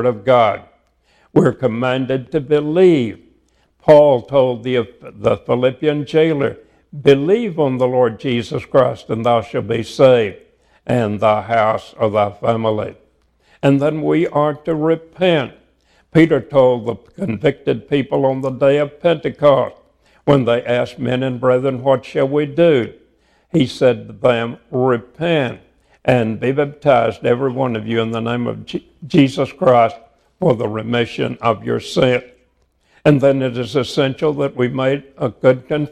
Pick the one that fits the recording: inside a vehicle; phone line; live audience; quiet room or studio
live audience